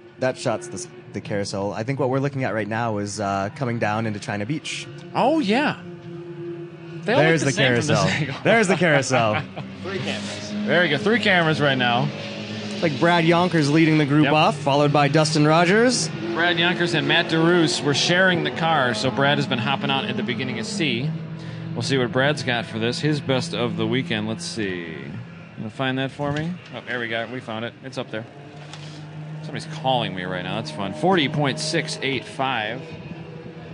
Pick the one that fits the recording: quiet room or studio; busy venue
busy venue